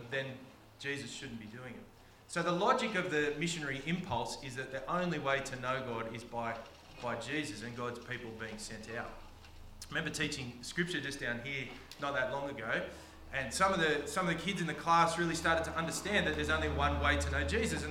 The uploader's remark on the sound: preached on the 22nd of October 2023 at all services of Helensburgh and Stanwell Park Anglican Church